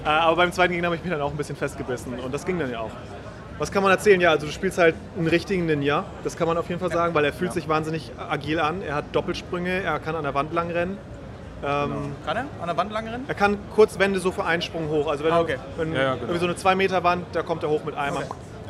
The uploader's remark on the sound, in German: Wir waren auch vor Ort und berichten euch in dieser Episoden live, über unsere Eindrücke der Gamescom 2018.